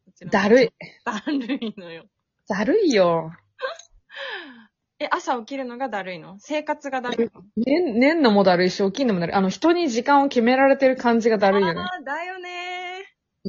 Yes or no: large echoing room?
no